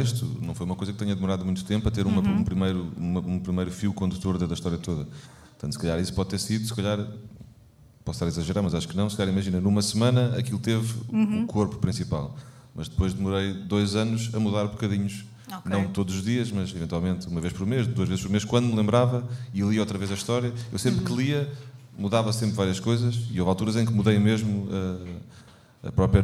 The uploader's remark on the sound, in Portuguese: episódio ao vivo